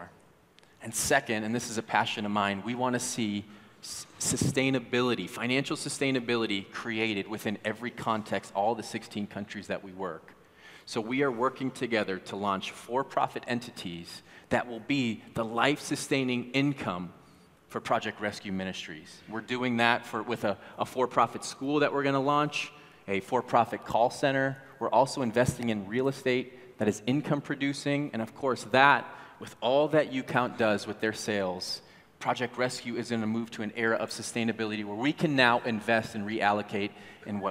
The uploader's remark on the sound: at Timberline Church